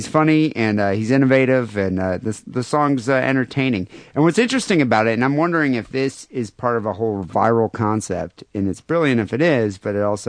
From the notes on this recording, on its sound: Phone calls and listener email.